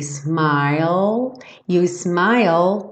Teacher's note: You smile termina com o som do L, língua no céu da boca, ignora o E do final.